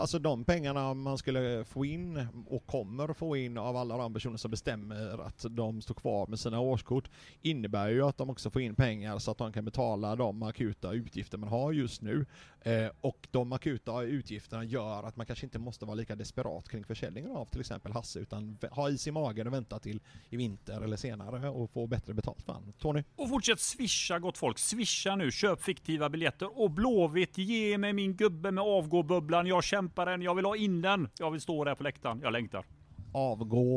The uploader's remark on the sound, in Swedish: Åter på puben och tjötar LIVE on tape medan Blåvitt spelar mot Bajen i Svenska Cupen... I ett oredigerat "unplugged"-avsnitt från verkligheten.